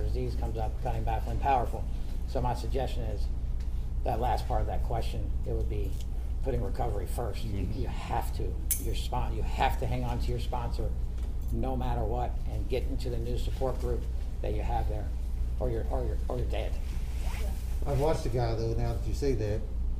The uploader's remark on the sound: The three of us were invited to take the lead table at a panel meeting, these guys have consented and I cut all other voices to the best of my ability, that caused some loss of content.